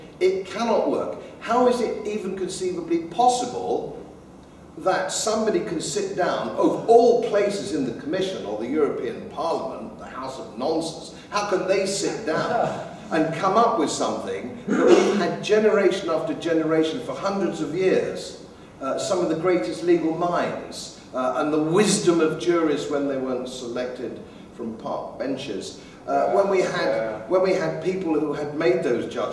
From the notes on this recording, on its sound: Talk given at the Traditional Britain Conference 2014